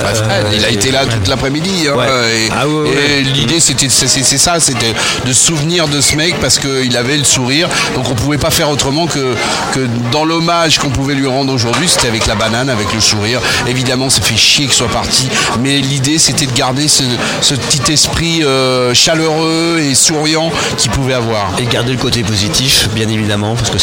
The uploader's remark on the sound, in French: C'est le dernier podcast de l'émission que nous avons réalisée en direct du Dock B, lors de la remise du chèque de 25 105,90 euros.